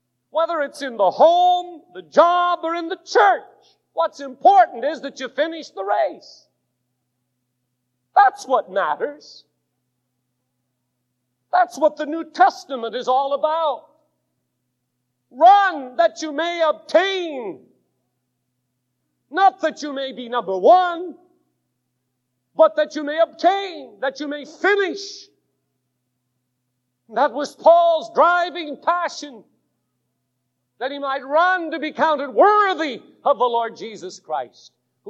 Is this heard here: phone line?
no